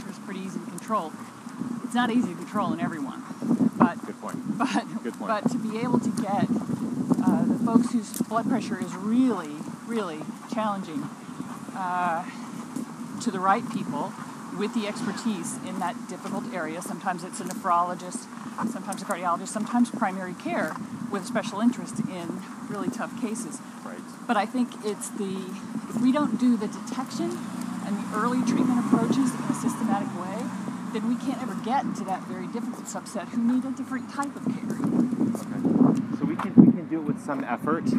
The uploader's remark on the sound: Walking Podcast!